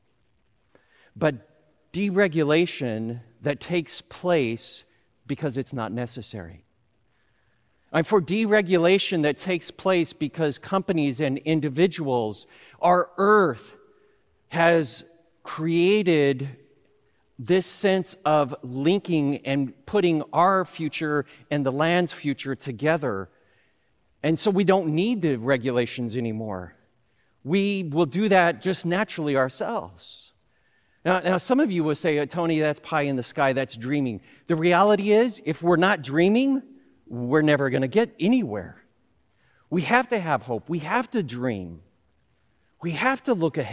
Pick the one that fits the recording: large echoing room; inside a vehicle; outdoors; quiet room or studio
large echoing room